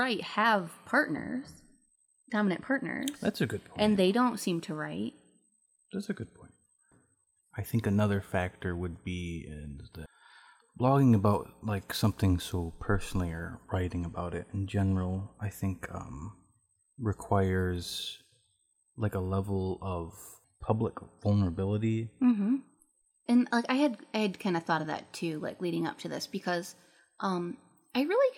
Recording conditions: background noise